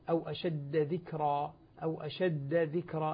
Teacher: أو المشدد ولا متثقل، يعني مشددا، إذا كان الحرف الأول مشددا لا يدغم بما بعده، مثل قوله تعالى: أو أشد ذكرى، أو أشد ذكرى، الدال مشددة فلا تدغم بالذال التي بعدها. أو مثلا: لا يضل ربي ولا ينسى، اللام مع الراء متقاربين، ولكن اللام لا تدغم في الراء بسبب التثقيل وهو التشديد.